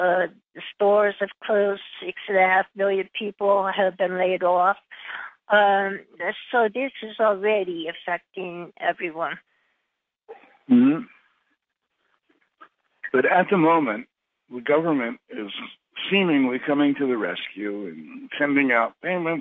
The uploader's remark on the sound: Conference Call LIVE.